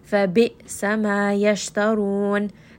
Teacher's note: ra here is going to be heavy, and then we end on a four count mad